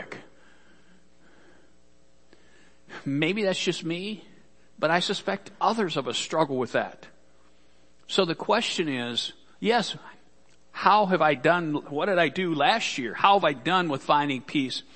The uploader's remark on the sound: Worship Service - Audio